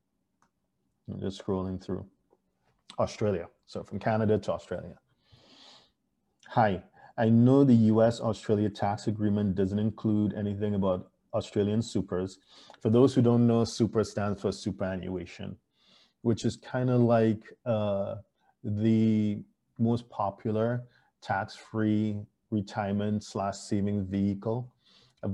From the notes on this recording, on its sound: Thank you for joining us on Zoom.